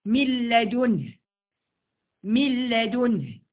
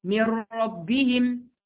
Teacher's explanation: الادغام بقى بدون غنه مع الراء واللام